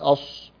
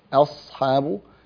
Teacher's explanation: لا علاقة للصاد بضم الشفتين، وإنما ضم الشفتين علاقته بضم الحرف في حركة الضمة · Shown in: second take